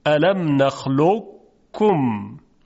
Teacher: به طور تام و کامل ادغام نمی کنن، بلکه ناقص هست، یعنی درشتی صدا باقی می ماند · Term: ادغام ناقص